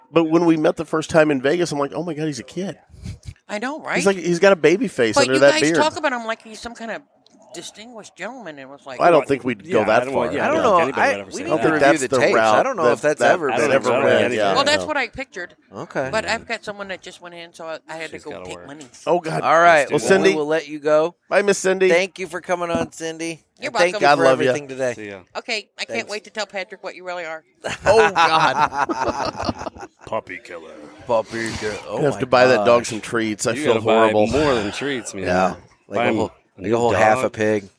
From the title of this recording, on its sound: Live from the 3rd Annual Rivermen Cigar Festival